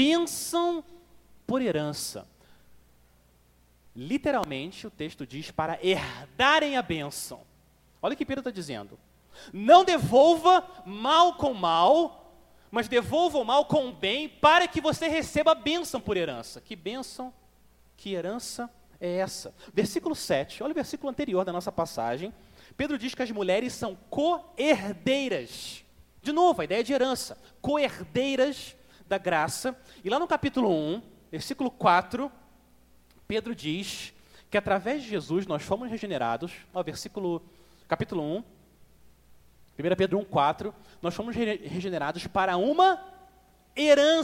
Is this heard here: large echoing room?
yes